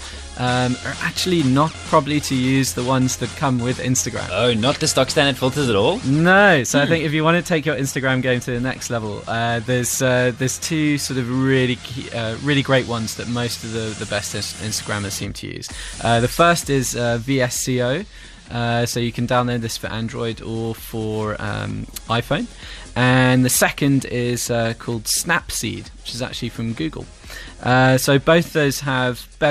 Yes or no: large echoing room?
no